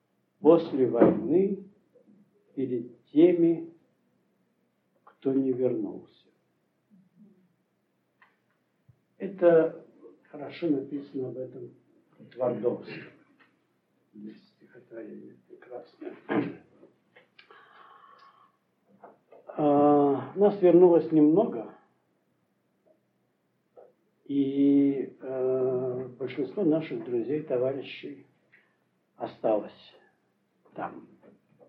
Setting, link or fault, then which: setting, large echoing room